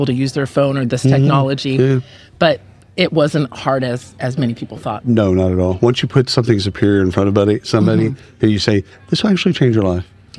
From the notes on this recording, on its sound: at the isolved Connect user conference in Palm Springs